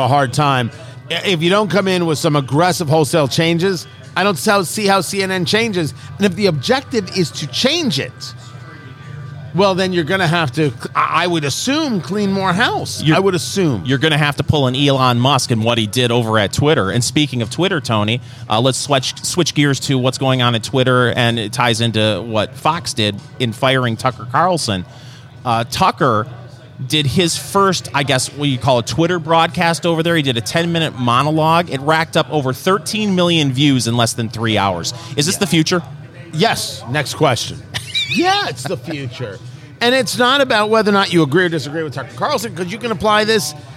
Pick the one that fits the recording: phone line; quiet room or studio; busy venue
busy venue